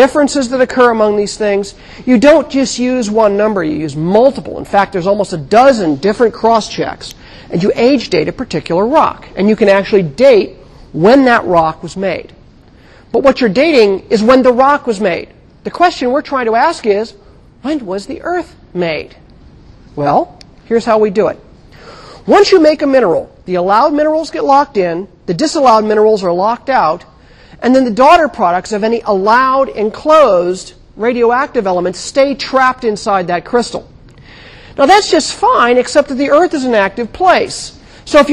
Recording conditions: large echoing room